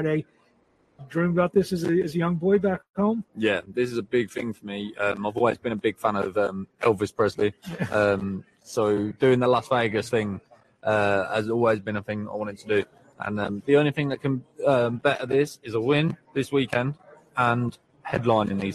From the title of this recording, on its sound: LIVE FROM CAENLO